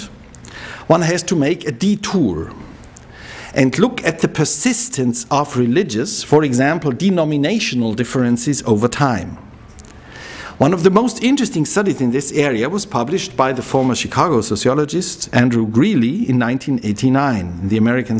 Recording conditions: large echoing room